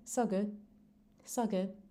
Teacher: if you're saying it even faster, you may not even hear that final D